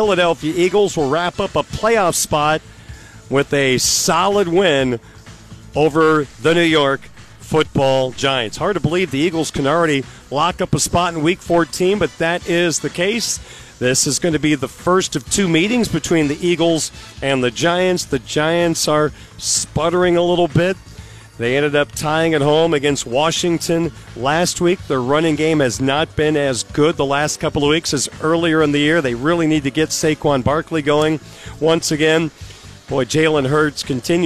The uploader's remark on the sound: Live at the Compton Family Ice Arena ahead of tonight’s hockey game.